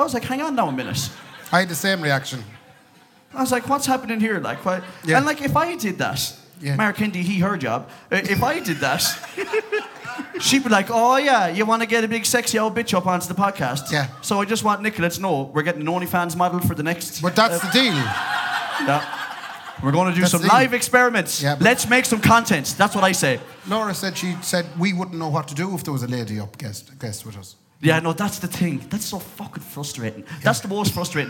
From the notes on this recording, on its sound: Live Show. Live at Anderson’s.